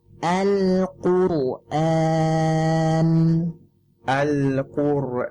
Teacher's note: Ra' di sini kita baca dengan tebal, ya, karena sebelumnya dhammah.